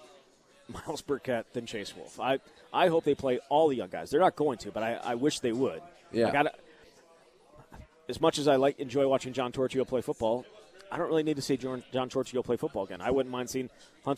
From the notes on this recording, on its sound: live at Monk's in Sun Prairie